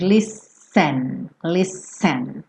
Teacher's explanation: listen, embora se escreva com esse T, soa como se fossem dois S's. Listen, listen.